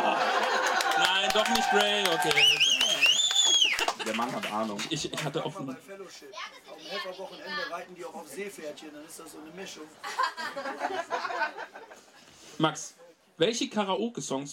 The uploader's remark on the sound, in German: Tollkühn LIVE von den Tolkien Tagen 2023. Da dies eine Live Aufnahme war bitten wir etwaige Qualitätsunterschiede zu entschuldigen. Danke nochmal an die zahlreichen Gäste die fast das Radagast Zelt gesprengt hätten.